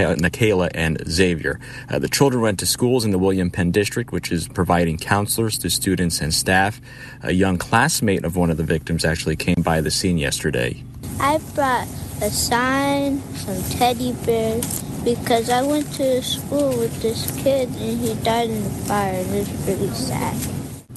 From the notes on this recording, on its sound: live at the scene